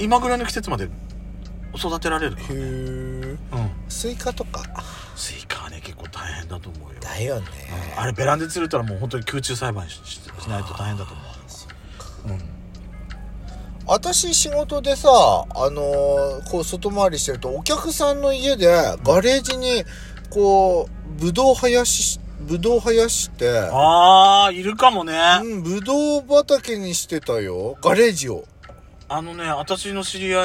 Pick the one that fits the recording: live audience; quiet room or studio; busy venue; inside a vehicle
inside a vehicle